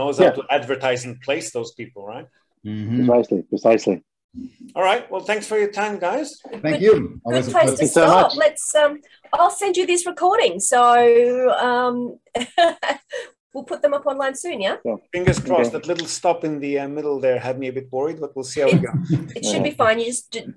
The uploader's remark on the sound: Watch the Zoom video